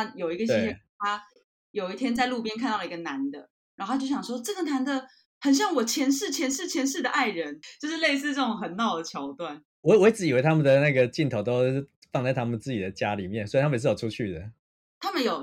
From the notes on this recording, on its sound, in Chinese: 麥克風壞掉了，音質欠佳請見諒